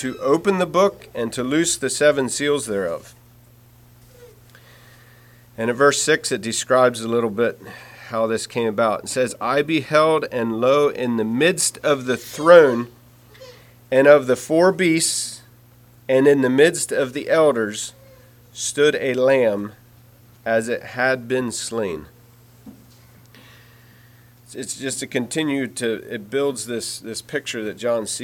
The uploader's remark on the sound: Message preached at Word of Hope on Sunday, November 12, 2023